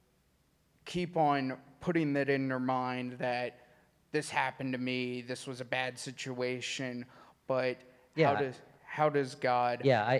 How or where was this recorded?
live audience